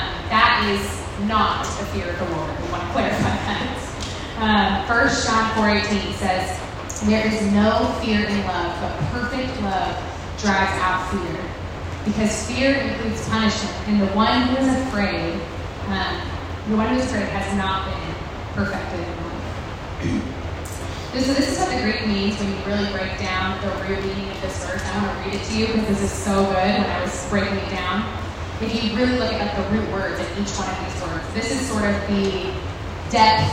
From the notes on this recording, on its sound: Women's All Gathering. We also want to apologize in advance for the audio quality of this recording!!